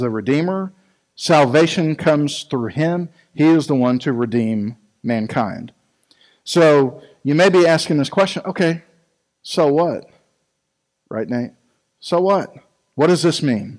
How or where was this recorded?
large echoing room